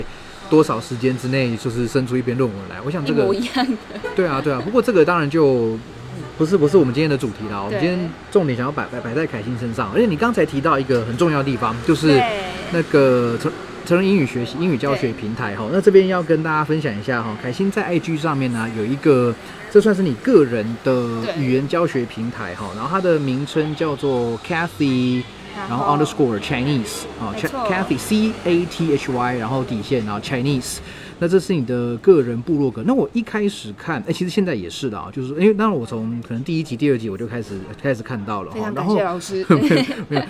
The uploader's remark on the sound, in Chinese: 流落街頭、戶外錄音QQ